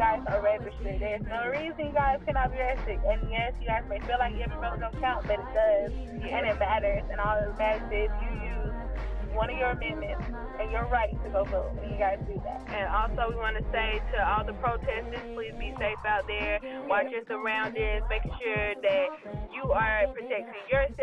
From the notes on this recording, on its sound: Sorry for the audio we had a problem but it will be fixed.